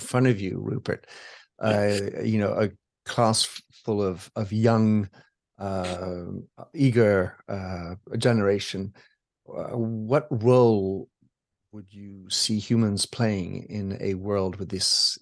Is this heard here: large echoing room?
no